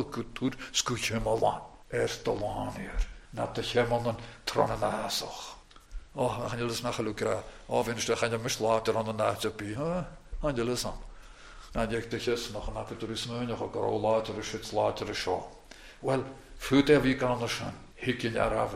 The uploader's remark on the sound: recorded at North Harris Free Church on the morning of Sunday, 19th November 2023